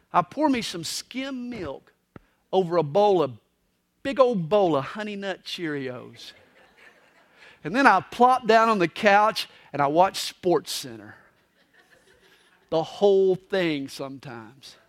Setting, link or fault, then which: setting, live audience